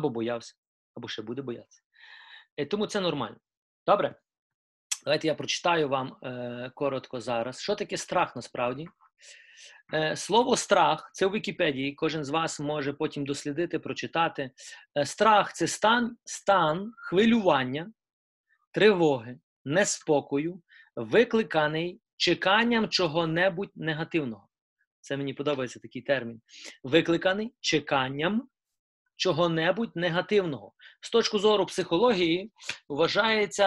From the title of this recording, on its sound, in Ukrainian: Zoom зустріч